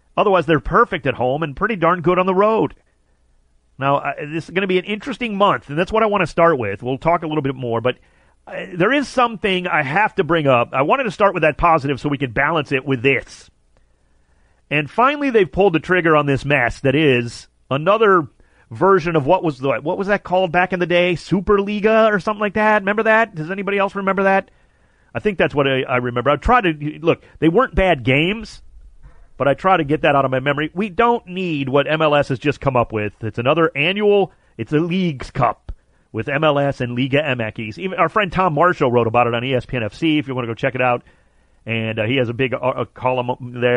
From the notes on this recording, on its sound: Calls.